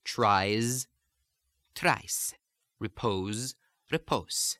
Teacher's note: It's one where the Z sound, which in most situations in Italian becomes a voiceless S sound.